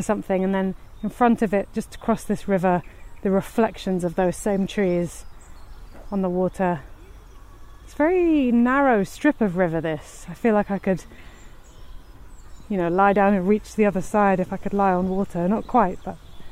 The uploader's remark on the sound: This podcast is recorded in 3D sound! She invites you to join her out and about as she captures those small, magical moments of everyday life, in sound. River Ouse.